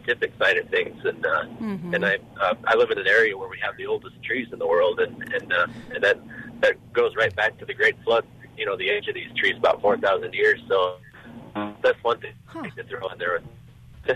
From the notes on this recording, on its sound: Caller Questions